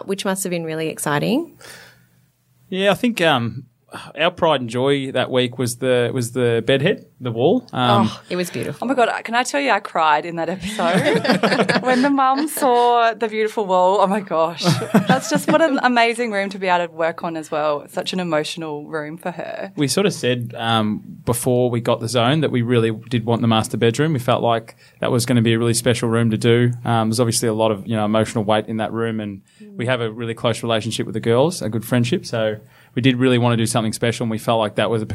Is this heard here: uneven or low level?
no